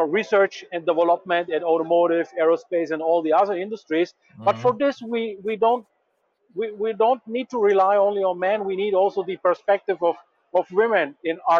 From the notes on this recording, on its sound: Overview of JEC World from the showfloor. “Welcome to the Composites Lounge live from the JEC.